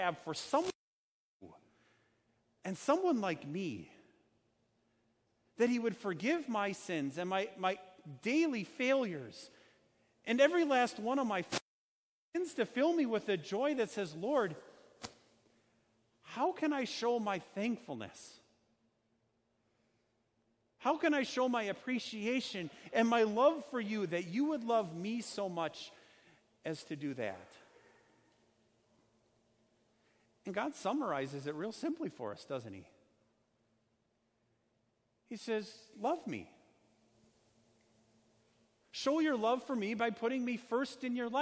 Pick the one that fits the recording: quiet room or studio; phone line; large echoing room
large echoing room